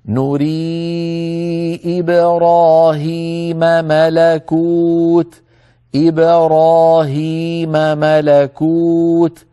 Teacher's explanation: لا تختلط الأصوات بعضها ببعض، فنقول نري إبراهيم ملكوت إبراهيم ملكوت، فنبين الميم الأولى من الميم الثانية